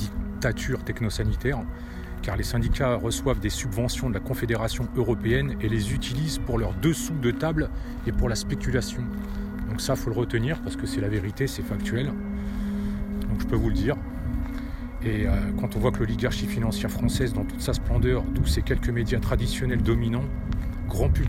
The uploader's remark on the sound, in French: Podcast partie 4 enregistré en extérieur.